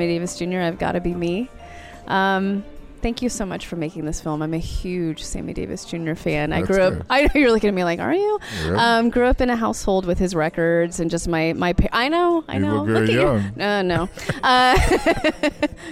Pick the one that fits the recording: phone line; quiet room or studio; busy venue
busy venue